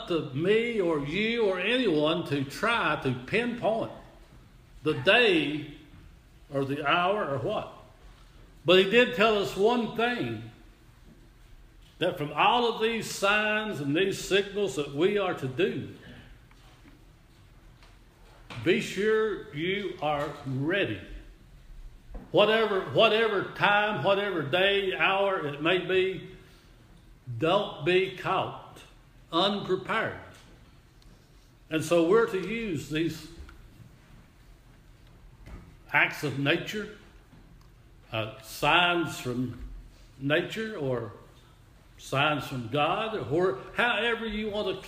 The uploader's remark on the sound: Audio recording of worship service at Persia United Methodist Church in Rogersville, TN